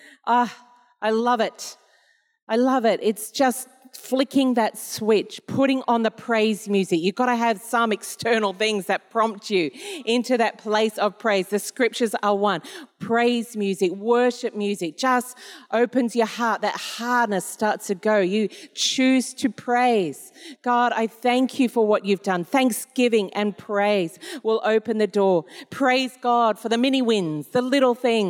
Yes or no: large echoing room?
yes